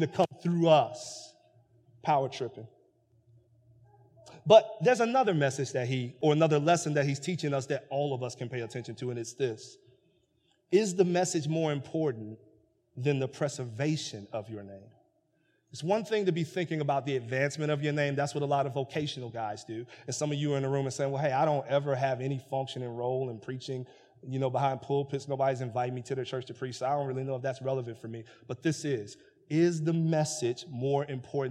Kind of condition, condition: setting, large echoing room